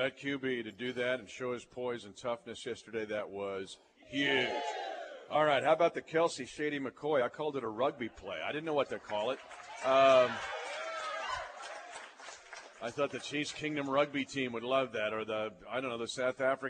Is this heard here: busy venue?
yes